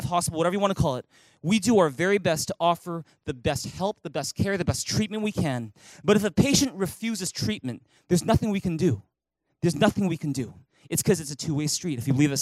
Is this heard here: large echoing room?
yes